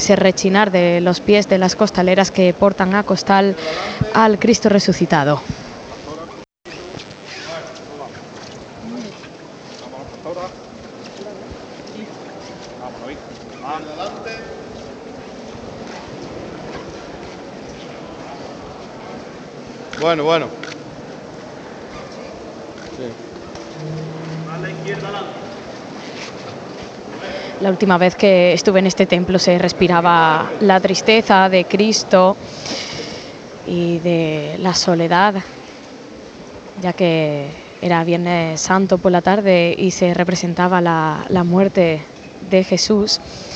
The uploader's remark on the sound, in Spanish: Retransmisión en directo del Domingo de Resurrección en Jaén en el año 2023. Hermandad del Resucitado.